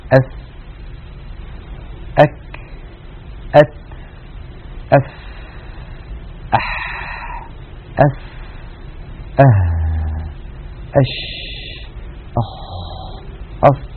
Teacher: الهمس كما ذكرت هو جريان كثير لهواء النفس يتدفق مع الحرف، وذلك بسبب انفتاح الوترين الصوتيين · Term: الحروف المهموسة